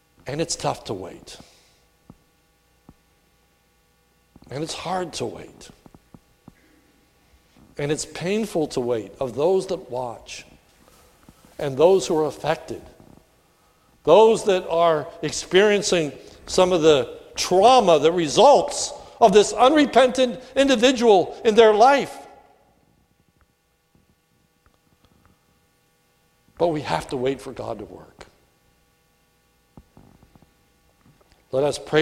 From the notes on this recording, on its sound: recorded at the Lebanon Bible Fellowship Church in Lebanon, PA on 5/27/2018 during the morning service